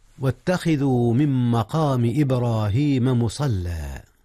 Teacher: أدغمت نون من في ميم مقام، وكلاهما من أحرف الغنة · Term: إدغام